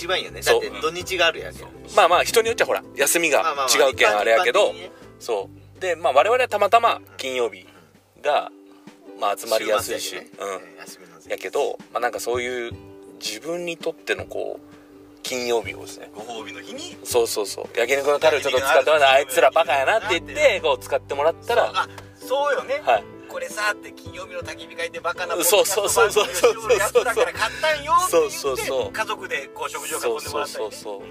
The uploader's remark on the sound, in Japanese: 福岡県岡垣町にあるジビエ料理屋べんけいに行く車の中です。金曜日の焚火会3人で収録です。